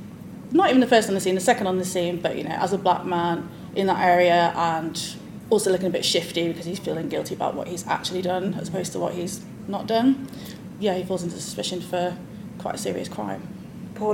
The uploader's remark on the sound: This special edition was recorded live at the Booksellers Association Conference in Birmingham.